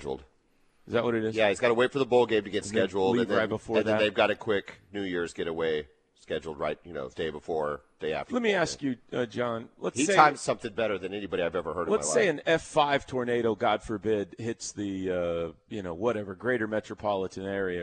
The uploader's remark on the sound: LIVE FROM BROWN OHAVER